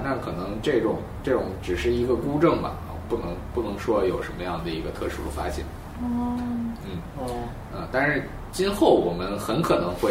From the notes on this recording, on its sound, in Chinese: 本期节目为在张大妈办公区用录音笔录制，可能有街道上的杂音，请见谅。